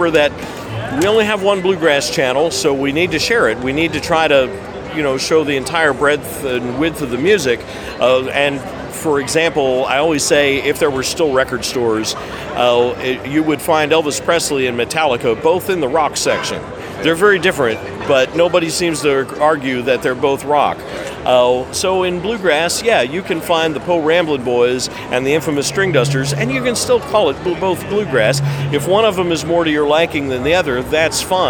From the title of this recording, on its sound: Live From IBMA 2022